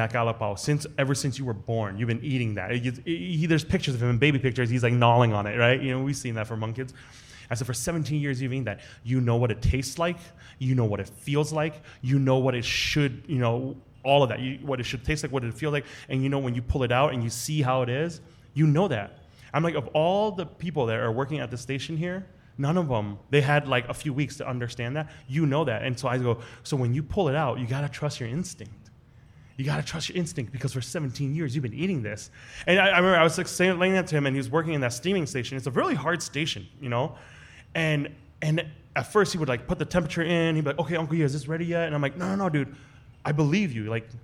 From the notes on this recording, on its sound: This episode is a recording of our September 19th live show, which was filmed at the Union Hmong Kitchen on Lake Street in partnership with SPAM.